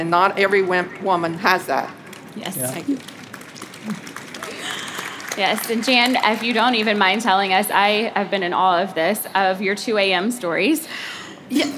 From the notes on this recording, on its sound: Live from The Game Changers Summit. Law firm owners present at the #1 Law Firm Growth Conference on Earth.